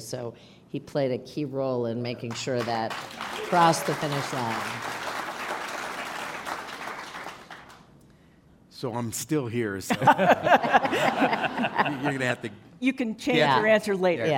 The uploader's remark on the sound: Taped in June before a live audience at Aspen Ideas: Health, part of the Aspen Ideas Festival, in Aspen, Colorado.